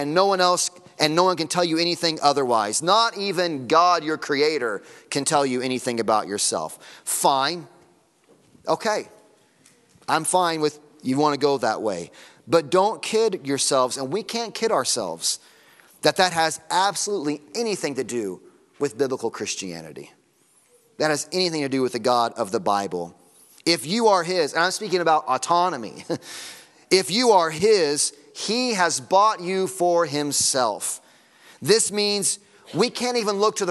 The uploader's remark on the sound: Sunday Morning Sermon Audio.